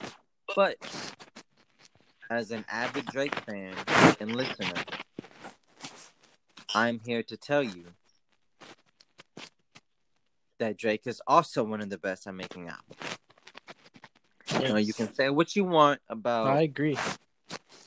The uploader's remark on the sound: Still living the quarantine lifestyle smh and sorry for the Audio latency as well!